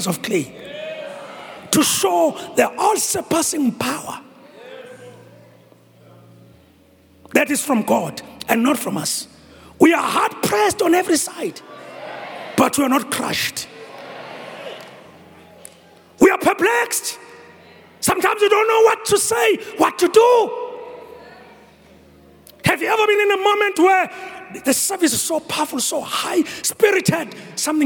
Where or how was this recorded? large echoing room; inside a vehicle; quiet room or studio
large echoing room